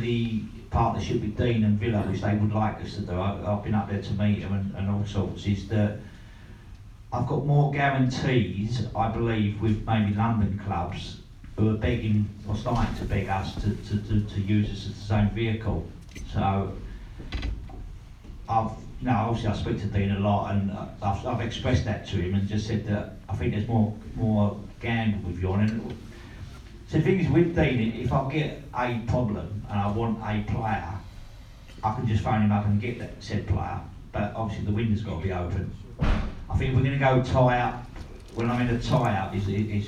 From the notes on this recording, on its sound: This special Meet The Chairman Q&A was recorded in the 1881 Suite. Answered questions from a live audience of Leyton Orient fans.